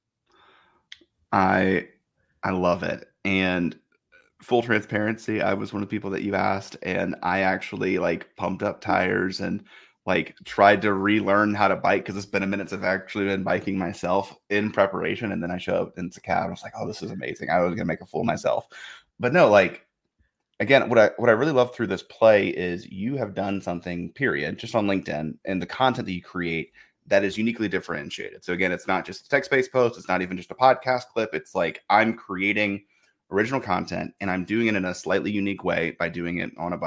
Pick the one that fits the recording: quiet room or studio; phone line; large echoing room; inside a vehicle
quiet room or studio